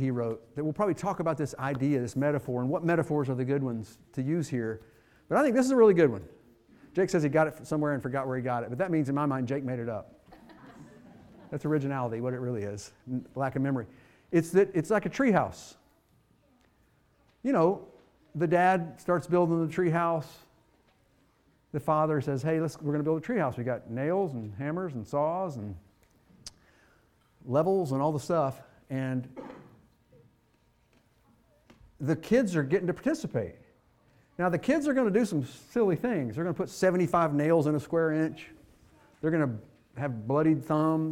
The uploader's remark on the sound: Fuquay-Varina church of Christ sermon audio from Sunday, January 21, 2024.